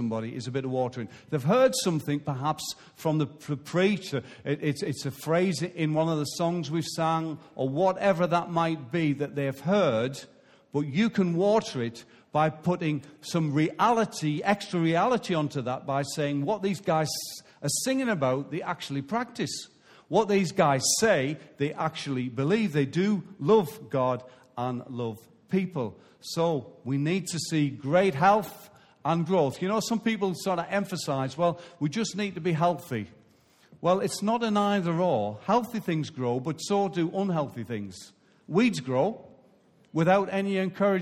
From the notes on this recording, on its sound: Recorded live at Life Church on Sunday 6th November 2016.